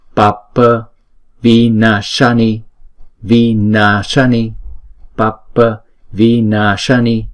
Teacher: Chữ na thì chúng ta đọc kéo dài hai nhịp, bởi vì chữ A có dấu gạch ngang trên đầu là hai nhịp.